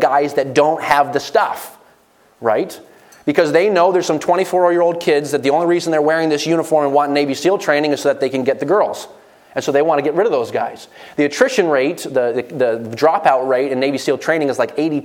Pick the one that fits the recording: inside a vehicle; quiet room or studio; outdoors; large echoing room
large echoing room